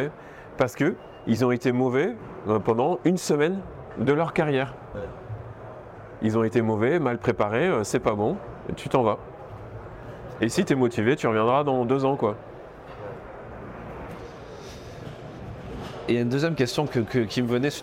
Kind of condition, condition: setting, busy venue